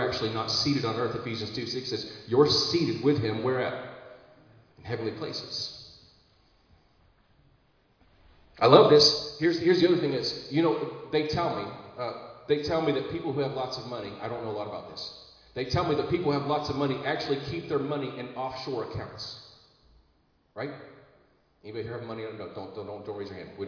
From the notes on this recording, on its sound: Recorded live in Liberty Church on 14 August 2022